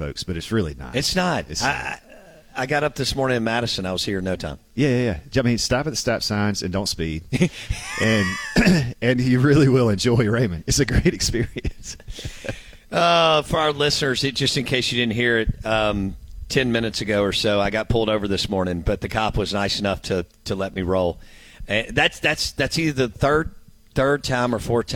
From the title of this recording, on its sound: Live From Raggio Mercantile